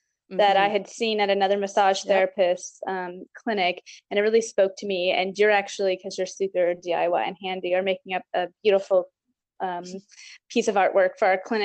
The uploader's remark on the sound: Please note we are currently practicing physical distancing due to the Coronavirus and we are recording the the MTP remotely.